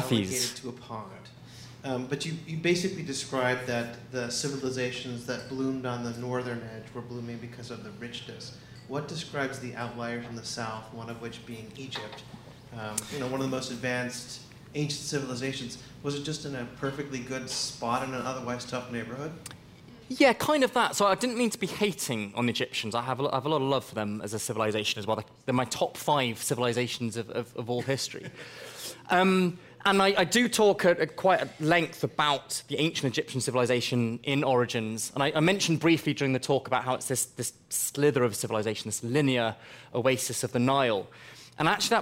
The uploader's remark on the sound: The Long Now Foundation's “Conversations at The Interval” Salon Talks. These hour long talks are recorded live at The Interval, our bar, cafe, & museum in San Francisco.